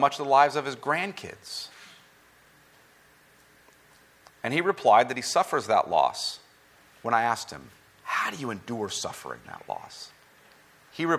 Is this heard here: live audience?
yes